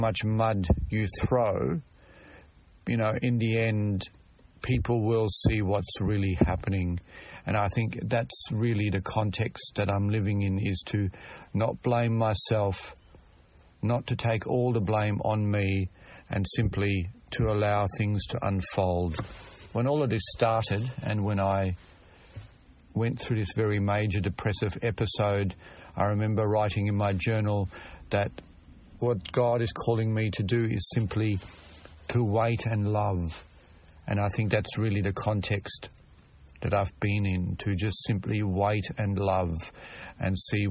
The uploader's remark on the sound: Very brief episode from the car - sorry about the audio.